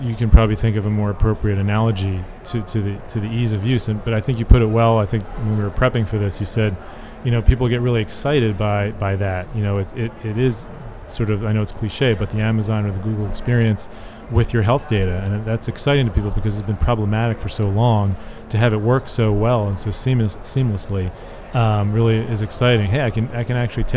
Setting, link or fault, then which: setting, busy venue